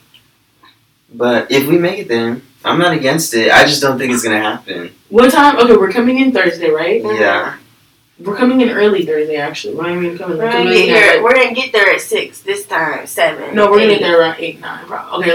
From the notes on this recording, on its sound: Please bare with us as we use our new software for our podcast. Please ignore any audio errors.